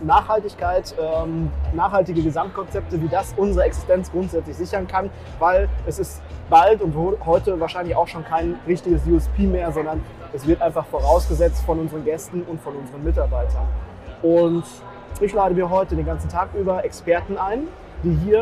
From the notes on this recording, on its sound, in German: Live auf der Intergastra. In der StartUp-Box vom DEHOGA Baden-Württemberg.